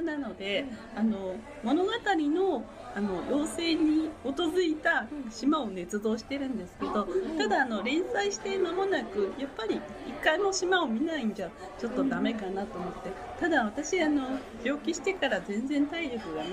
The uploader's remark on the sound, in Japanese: 屋外のカフェで収録しているため、聞き辛い箇所がございます。